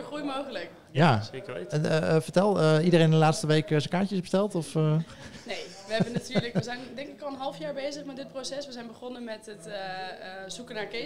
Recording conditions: busy venue